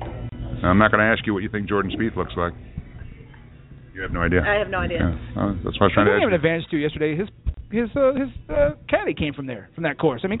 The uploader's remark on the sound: Live from Wrigley Field Bar and Grill